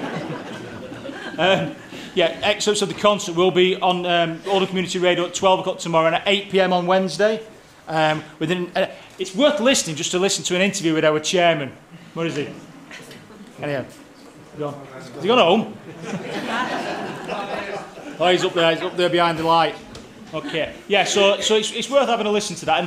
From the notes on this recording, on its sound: outside Broadcast recording from the Playhouse 2 Theatre in Shaw